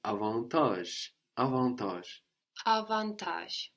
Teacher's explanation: So we don't have the D that we have there in English